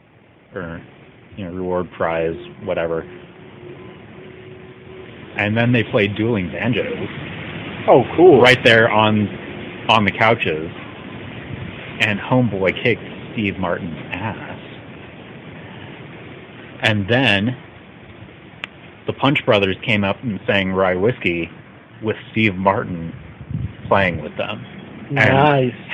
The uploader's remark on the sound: It was a super-windy day, so I apologize the audio isn't the greatest.